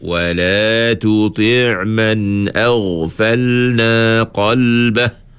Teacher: Huruf qaf tu kan huruf tebal. Jadi ingatlah kita angkat pangkal lidah bila sebut huruf huruf qaf.